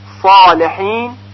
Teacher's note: این صوت اطباق در آخر حرف صاد شنیده میشه